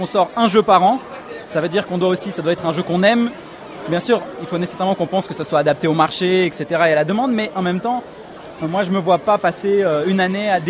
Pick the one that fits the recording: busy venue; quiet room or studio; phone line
busy venue